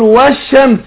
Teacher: يبقى نطقتش اللام ادغمت في الحرف الذي بعدها · Term: لام شمسية